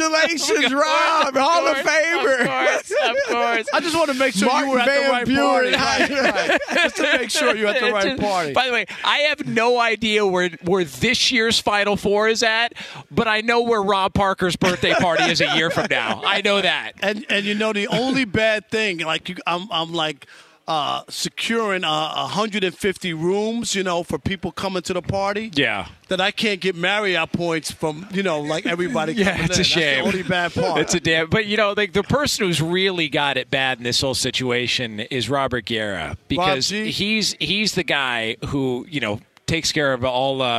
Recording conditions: busy venue